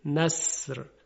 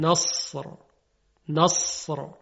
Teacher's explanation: میبینیم که صدای صاد خیلی درشت تلفظ میشه · Shown in: second take